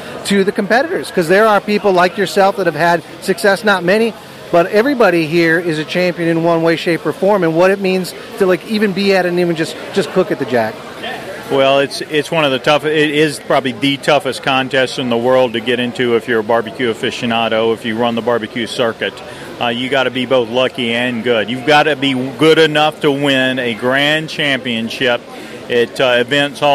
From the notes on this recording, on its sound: LIVE from The Jack Daniel&#8217;s World Championship BBQ Invitational. LIVE from The Jack Daniel’s World Championship BBQ Invitational.